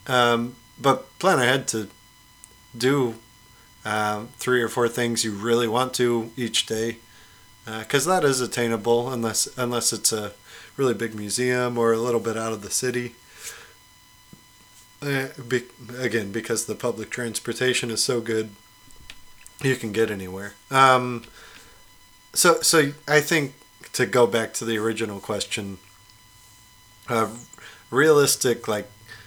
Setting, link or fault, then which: fault, hum or buzz